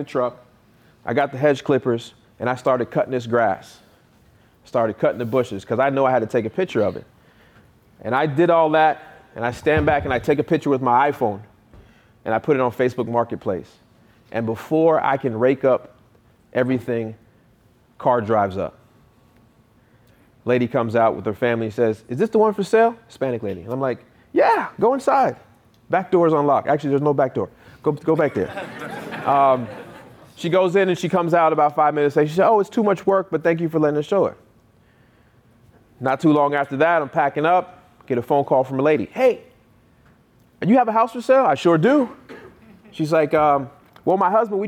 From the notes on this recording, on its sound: I gave a keynote speech in West Palm Beach, FL for the National Real Estate Investors Club annual meetup. I was able to answers even more questions after my talk.